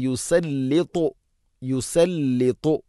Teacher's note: ത ഉച്ചരിക്കുമ്പോൾ നാവിൻ്റെ മധ്യം അണ്ണാക്കിലേക്ക് ചേർന്ന് നിൽക്കണം.